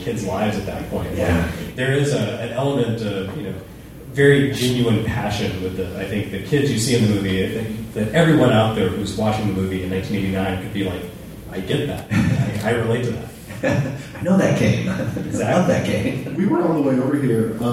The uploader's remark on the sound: Live from Super FamiCon